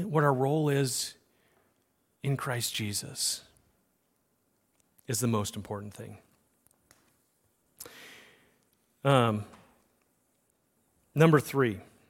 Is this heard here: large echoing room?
yes